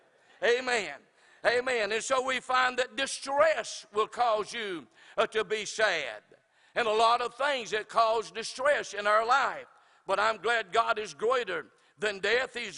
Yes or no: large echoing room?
yes